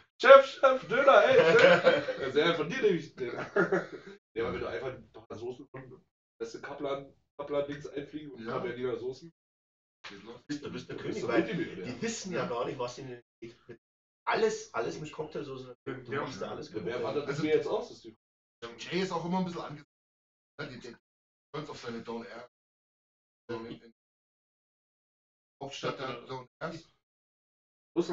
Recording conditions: drop-outs